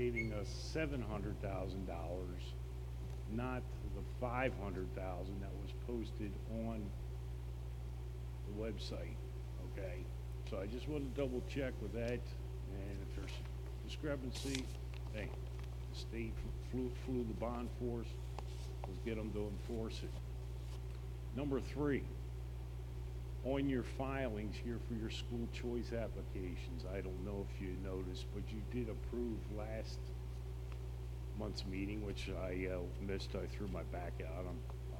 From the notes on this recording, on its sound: An audio recording of the Board of Education regular meeting on March 25, 2019.